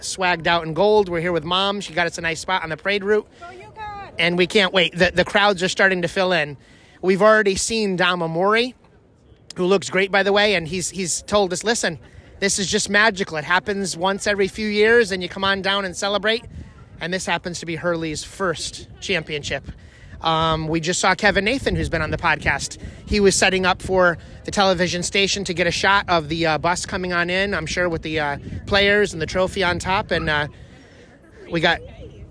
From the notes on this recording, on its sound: We’re broadcasting live from the #UConn Mens Championship Parade in the Basketball Capital of the World. Special guests, live reaction, the trophy presentation and more in Hartford, Connecticut. Experience the confetti flying and horns blowing as you’re surrounded by thousands of loyal fans!